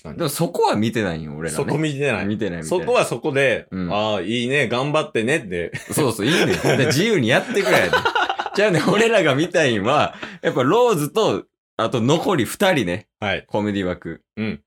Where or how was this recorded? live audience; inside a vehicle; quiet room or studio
quiet room or studio